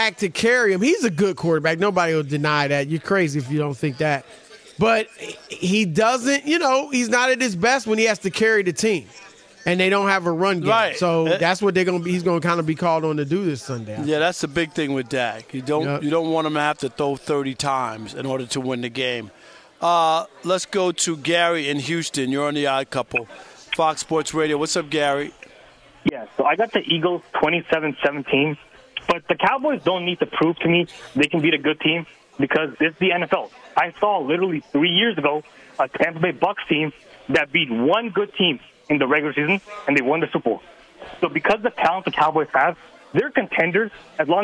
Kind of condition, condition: setting, busy venue